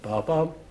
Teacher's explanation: The voice went up and down within the interval of a fifth. · Term: pitch-inflected language